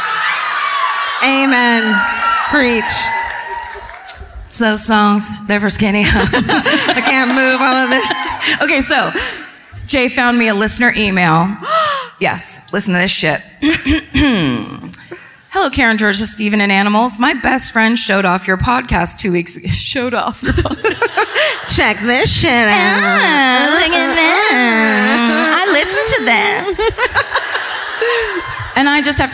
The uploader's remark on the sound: Live at My Favorite Weekend in Santa Barbara. At the Arlington Theatre.